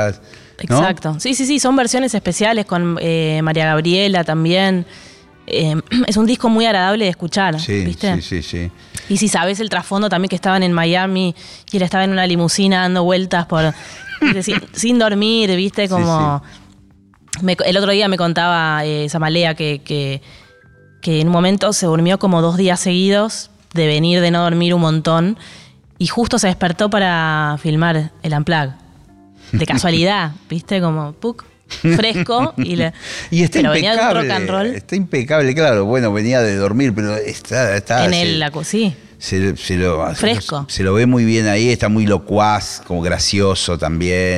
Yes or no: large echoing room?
no